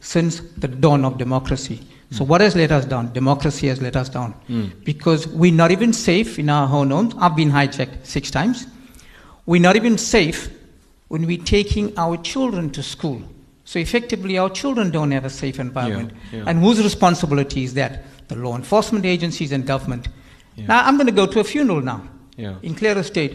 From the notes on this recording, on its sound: Here is a podcast of Newsbreak Talk before a LIVE studio audience.